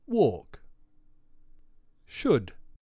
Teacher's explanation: Should and walk don't have L sounds in them.